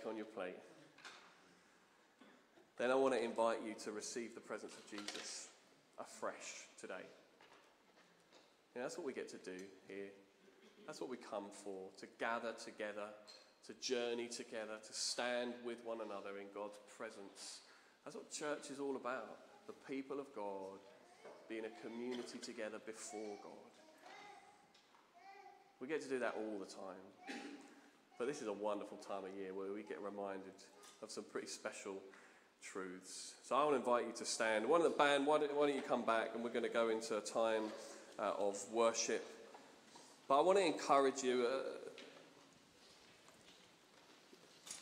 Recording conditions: large echoing room